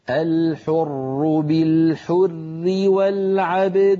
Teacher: الحر بالحر في الوصل الراء مشددة مكسورة فهي مرققة